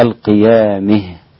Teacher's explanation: الإمام الكسائي، فإنه يميلها هكذا القيامه · Term: الإمالة